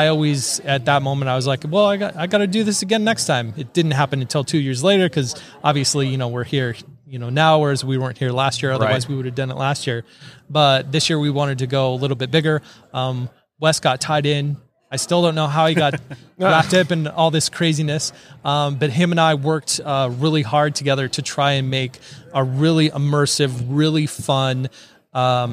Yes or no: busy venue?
yes